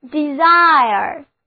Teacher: 重音放在第二个音节上，单词就读作 desire